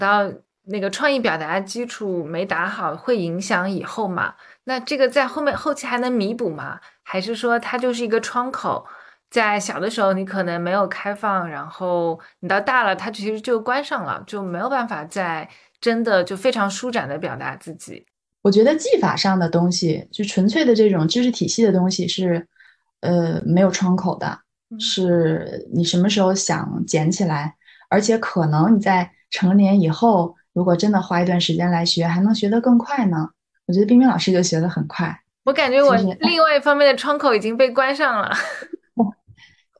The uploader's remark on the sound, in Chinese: 因为疫情原因，我们这期节目仍然采用了线上云录制的方式，希望音质的损失和小噪音不影响大家的总体收听体验，期待能早日回到面对面录制的日子～。